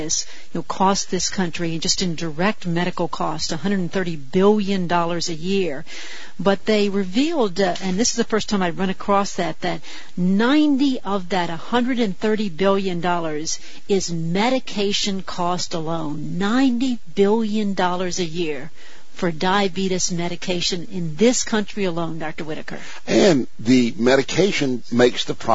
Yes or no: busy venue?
no